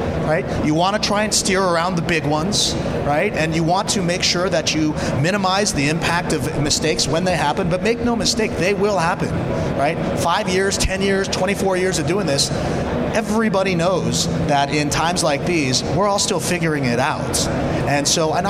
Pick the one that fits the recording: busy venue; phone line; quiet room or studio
busy venue